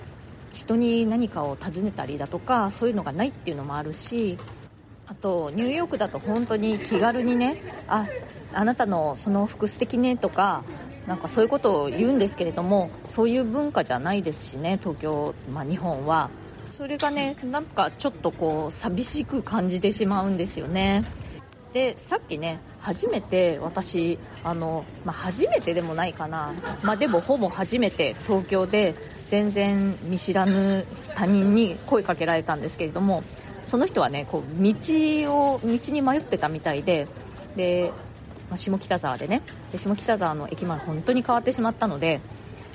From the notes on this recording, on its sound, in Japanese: 下北沢駅前で録音してます